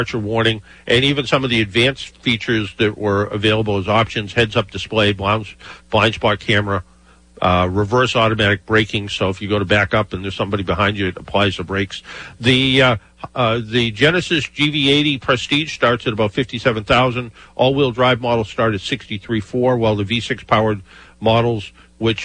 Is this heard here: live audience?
no